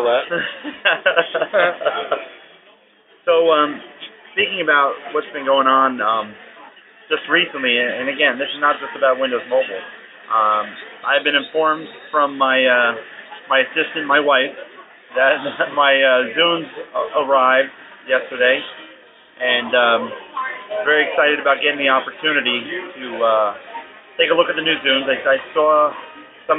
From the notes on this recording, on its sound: AZ Mobility Today Meetup. We had the opportunity to meet up for a drink and we recorded this great impromptu show. Please excuse the sound quality, but on the fly, it isn't bad!